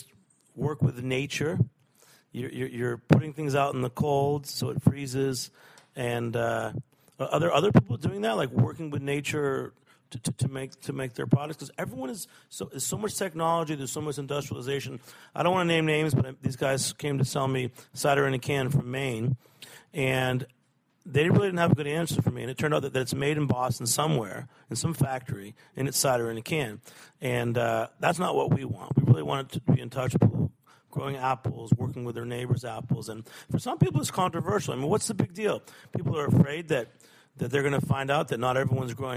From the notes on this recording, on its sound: Recorded on-site at Jimmy’s No 43 a few months ago, this episode features an in-depth discussion on cider and some on-air tastings.